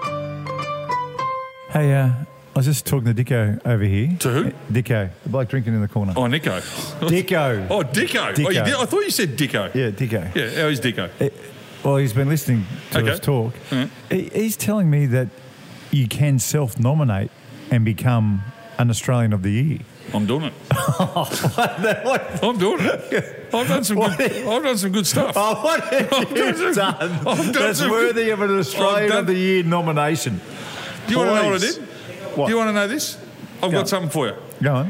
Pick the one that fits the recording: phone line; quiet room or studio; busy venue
busy venue